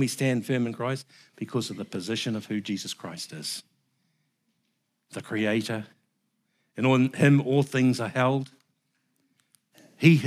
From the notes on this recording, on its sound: Recorded at the Hukanui Bible Church morning service.